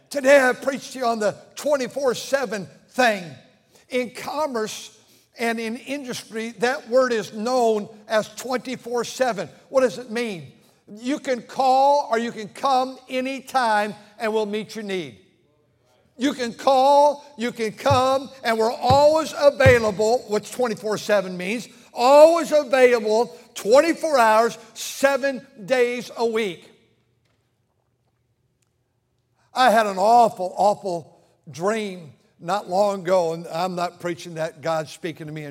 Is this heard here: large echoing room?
yes